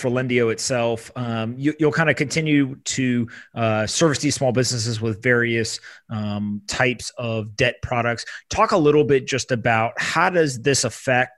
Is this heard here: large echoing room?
no